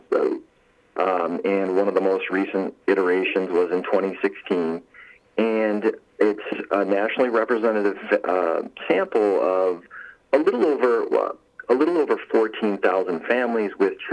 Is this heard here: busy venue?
no